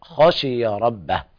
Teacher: قد رققت الخاء والصواب تفخيمها